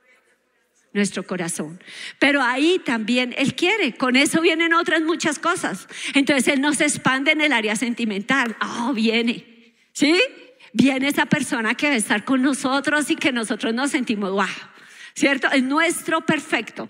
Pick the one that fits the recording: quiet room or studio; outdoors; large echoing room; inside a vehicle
large echoing room